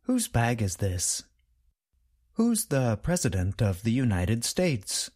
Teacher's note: The contraction and the possessive adjective both sound the same. They are both pronounced with the sound of the letter Z at the end.